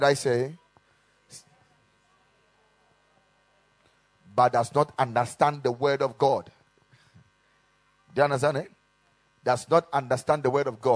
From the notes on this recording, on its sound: Preached at the Kingdom Sight Service